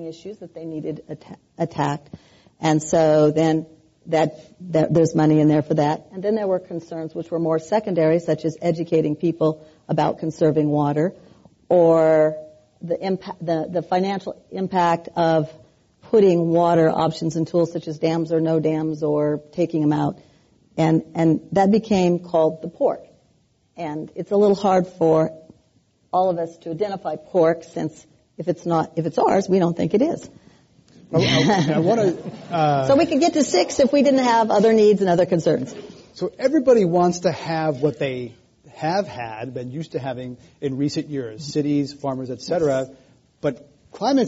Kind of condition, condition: setting, live audience